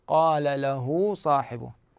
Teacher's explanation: الهاء حرف ضعيف جدا، وقوية بهذه الزيادة لحركته فتولد حرف واو · Term: مد الصلة